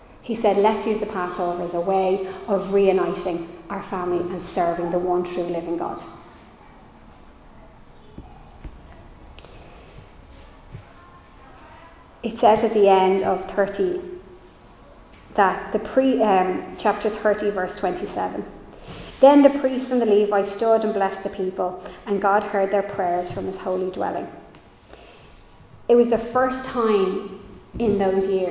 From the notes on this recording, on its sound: Recorded live in Liberty Church.